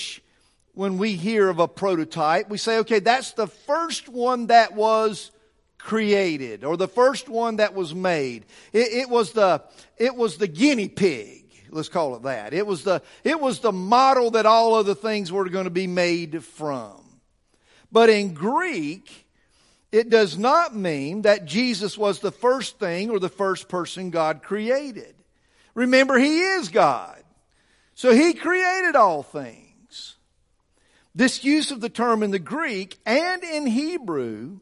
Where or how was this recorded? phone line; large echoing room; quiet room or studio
large echoing room